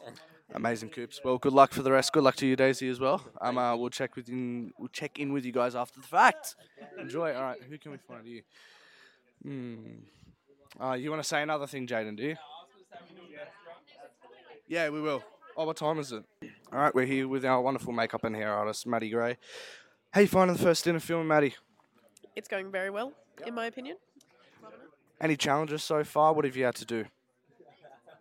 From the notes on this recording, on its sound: We are joined live on the set of Stain. Interviewing the cast and crew, before, during and after production!